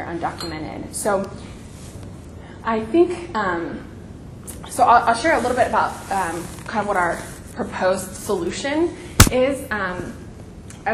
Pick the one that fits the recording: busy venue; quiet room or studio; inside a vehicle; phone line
busy venue